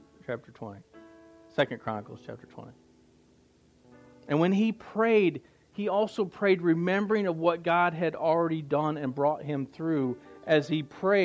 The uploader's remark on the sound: Recorded Live at The River Worship Center, Warsaw Indiana.